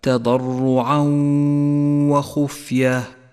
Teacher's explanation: ونقف بغنة على الواو زمنها حركتان ولذلك لونت باللون الأخضر، تقرأ هكذا: تضرعا وخفية. · Term: الإدغام بغنة